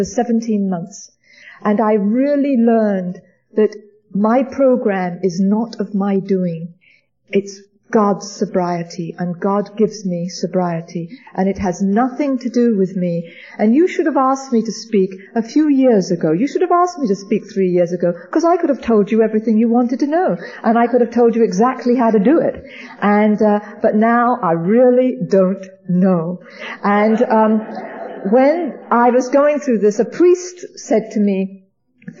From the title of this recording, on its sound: speaking at the Music City Roundup